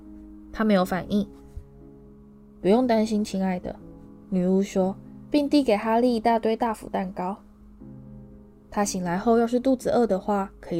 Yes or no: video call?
no